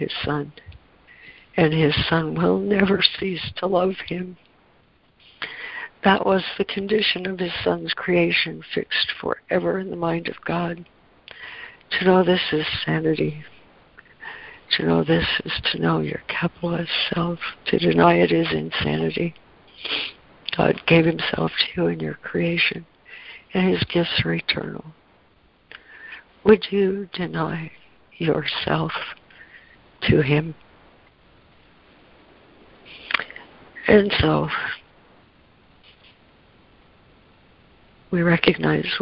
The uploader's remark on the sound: ACIM Daily Conference Call